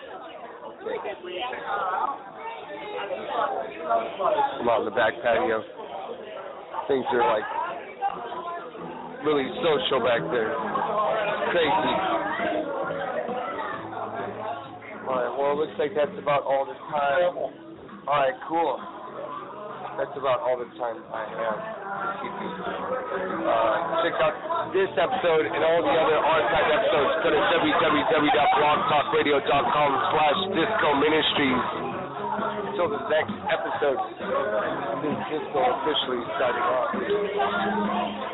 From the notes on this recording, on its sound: Broadcasting live from the old Towne pub in Pasadena! Night three of the Old Towne Rising fest!